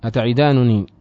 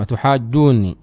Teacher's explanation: أتعدانني نون مع نون ليست مدغمة، وأتحاجوني النون هنا مدغمة